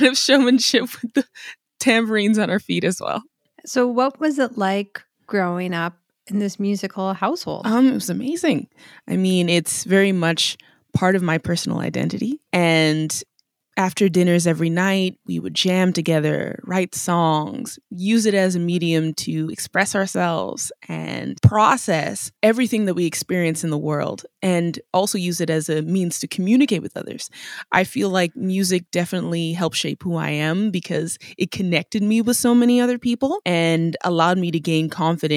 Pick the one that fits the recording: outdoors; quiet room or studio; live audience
quiet room or studio